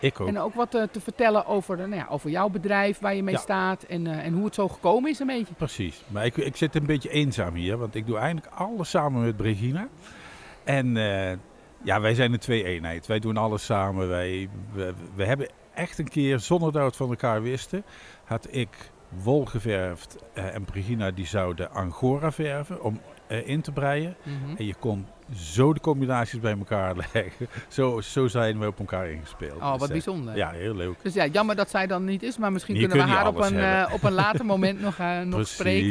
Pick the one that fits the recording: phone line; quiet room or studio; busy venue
busy venue